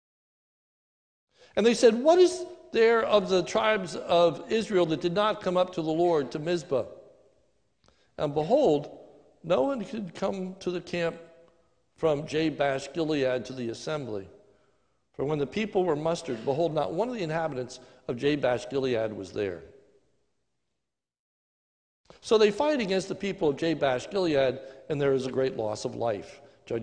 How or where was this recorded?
large echoing room